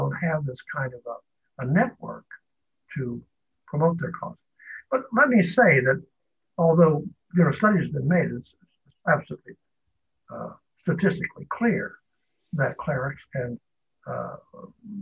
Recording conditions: video call